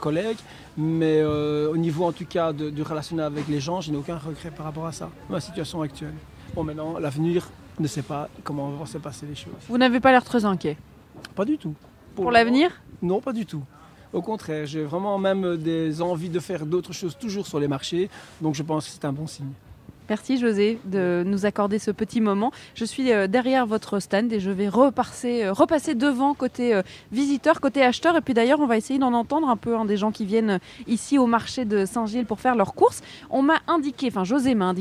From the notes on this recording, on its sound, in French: Bruxelles vit ! – Depuis le marché de la place Van Meenen. Pour poser le micro de BX1+ sur la place Van Meenen à Saint-Gilles. En direct du marché saint-gillois.